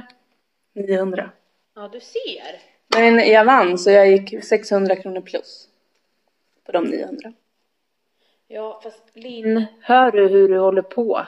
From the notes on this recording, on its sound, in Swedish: Trodde detta avsnitt skulle bli grymt men något hände med ljudet.